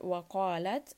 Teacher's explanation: qaf in this case is permanently heavy.